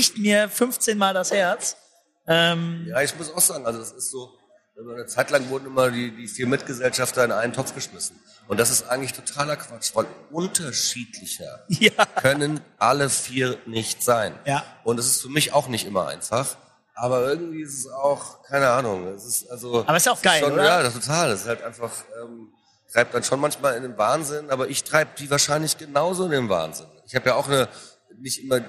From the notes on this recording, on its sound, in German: OMR 2023 Live. Der Spielekeller hat seine erste Live-Aufnahme.